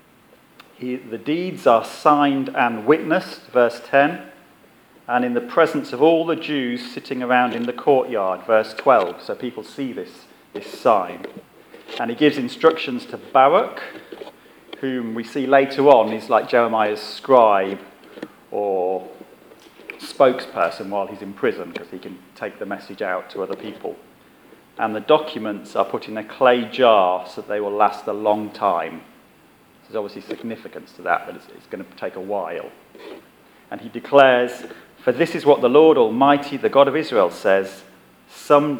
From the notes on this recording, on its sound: Our sermon from the 11am service on Sunday 25th September 2016